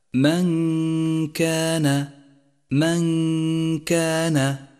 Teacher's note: والغنة في هذا المثال غنة مرققة لأن الغنة تتبع ما بعدها، فالحرف الذي بعد النون هو حرف الكاف وهو حرف مرقق، فتكون غنة الإخفاء مرققة في هذا الموضع.